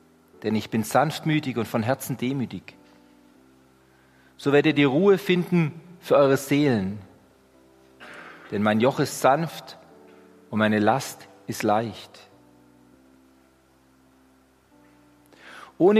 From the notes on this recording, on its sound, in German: Die Predigt aus dem Gottesdienst